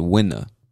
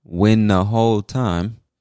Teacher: He connected the words win and the, and he said winner.